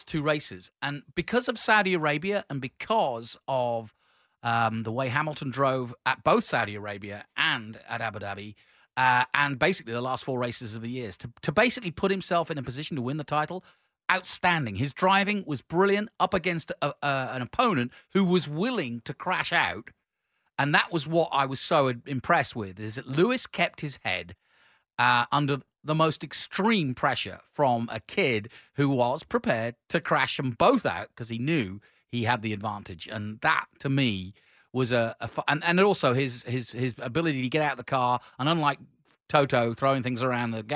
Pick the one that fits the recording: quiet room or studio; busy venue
quiet room or studio